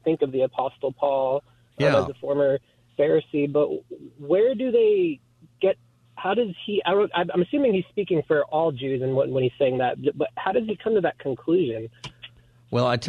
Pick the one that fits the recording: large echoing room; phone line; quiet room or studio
phone line